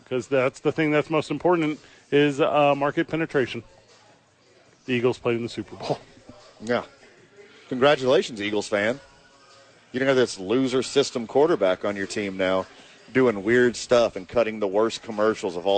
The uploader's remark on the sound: live at Hollow Spirits